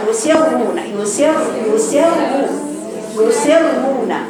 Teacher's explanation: الراء هنا مفخمة عليها ضمة